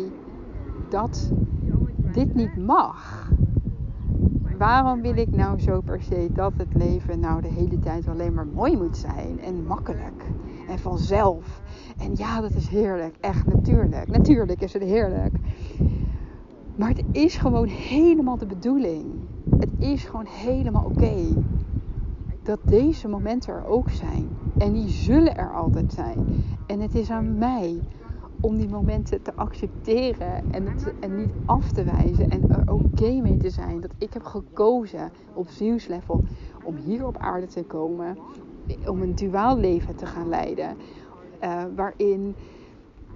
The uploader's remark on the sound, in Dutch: Excuses voor de stukjes met wind in de opnamen